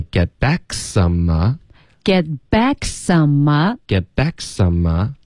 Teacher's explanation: 大家注意这个 k 和 s 的音呢要连发一直发到这个 a 的音